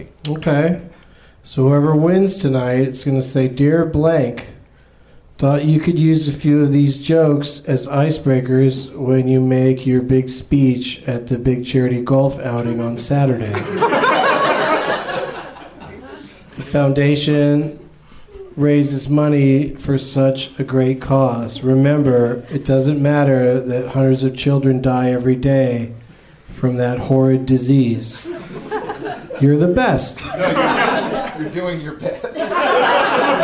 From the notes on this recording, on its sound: Live from the NerdMelt Showroom in LA